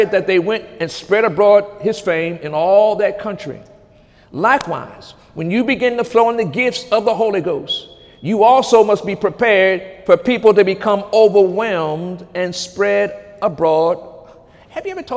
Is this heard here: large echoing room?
yes